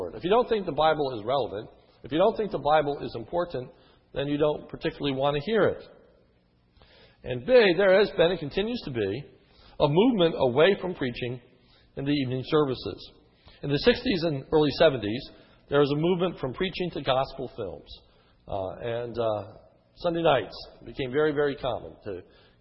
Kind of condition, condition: setting, large echoing room